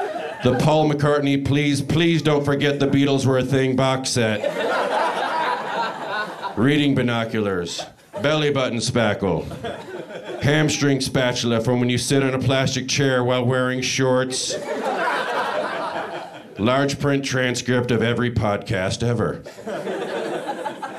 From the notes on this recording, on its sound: Holiday pieces recorded LIVE from the UCB theatre in Los Angeles.